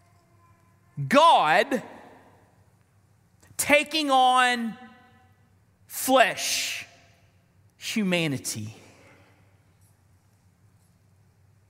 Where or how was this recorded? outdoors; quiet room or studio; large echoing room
large echoing room